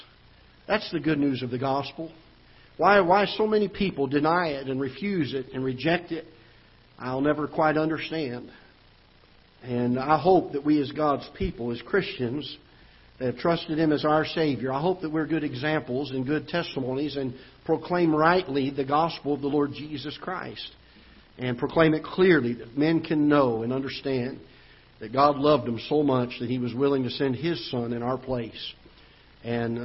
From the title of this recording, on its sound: Ketha Heights Baptist Church ~ Live Broadcast